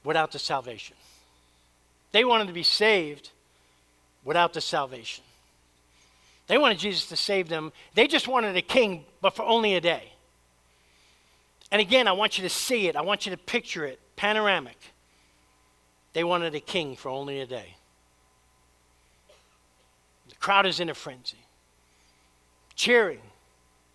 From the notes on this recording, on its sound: Preached at Church of the Savior.